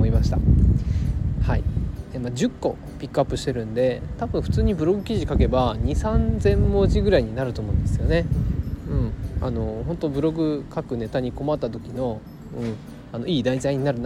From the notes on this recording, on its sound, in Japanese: 外で録音しています。雑音が入っていましたら申し訳ありません